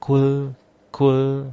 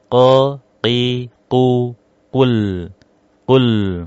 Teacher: huruf qaf itu dia keluar dari pangkal lidah bertemu dengan langit-langit atas yang mempunyai sifat isti'la. Sehingga harus dibaca tebal ya. · Shown in: second take · Bukan kul, kul.